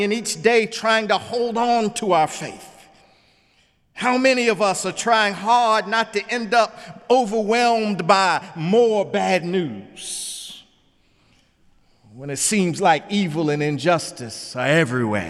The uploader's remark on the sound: in the Memorial Church